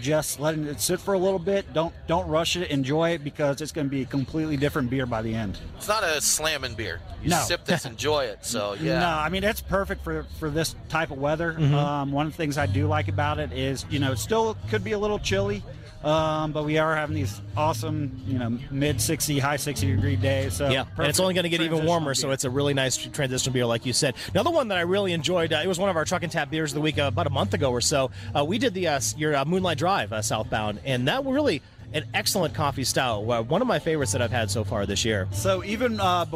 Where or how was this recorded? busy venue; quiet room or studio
busy venue